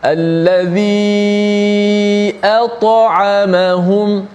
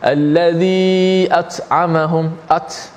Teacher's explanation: huruf ta ni huruf qalqalah yang bersifat dengan kuat yang tebal · Shown in: first take · ha, tapi banyak di kalangan uh, pembaca berlaku kesilapan dengan menipiskan